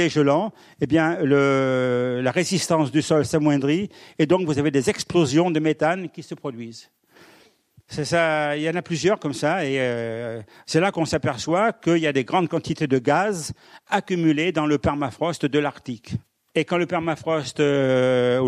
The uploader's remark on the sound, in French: Enregistré par RCF Charente le 12 octobre 2022 à l'Université du Temps Libre à Angoulême.